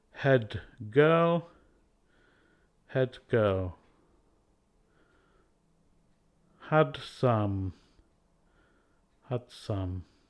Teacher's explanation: D is a little easier to pronounce and can often move forward in CC connections, changing to the unvoiced T.